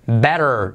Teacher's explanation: T como R suave, R genérica, better. Puedes decir better, pero better, mejor.